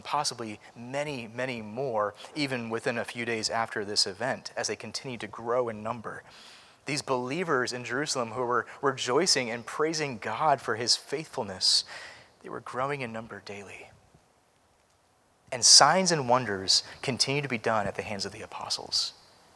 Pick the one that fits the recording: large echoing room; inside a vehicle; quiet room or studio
large echoing room